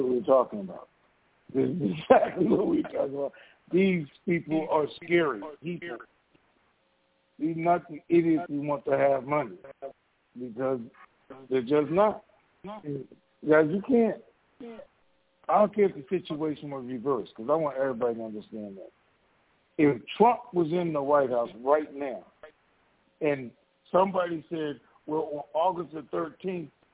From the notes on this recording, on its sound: TNTSuperfantastic Conference Call